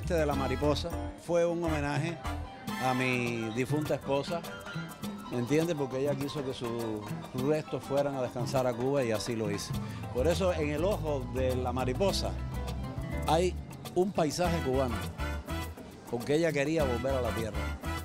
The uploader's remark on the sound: ON THE STREET. FESTIVAL CULTURAL HISPANO CORAL GABLES 2014.